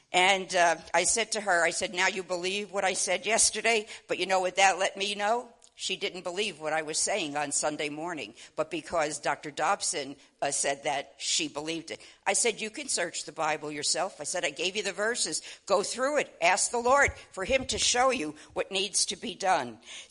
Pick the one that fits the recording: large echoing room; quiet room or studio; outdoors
large echoing room